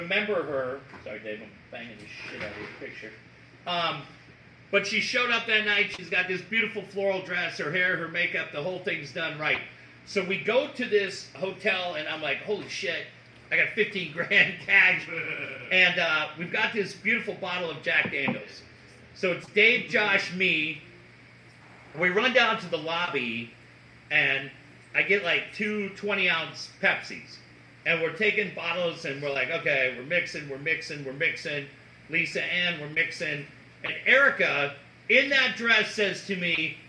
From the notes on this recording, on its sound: We celebrate 25 years with a live studio audience.